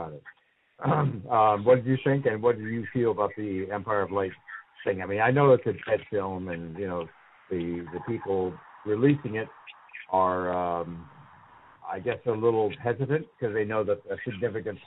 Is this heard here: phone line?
yes